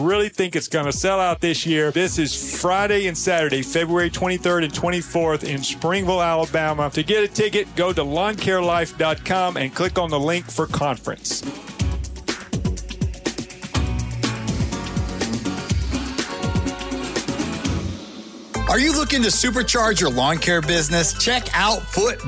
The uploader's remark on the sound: live from SYNKD Live 2024 in Duluth, GA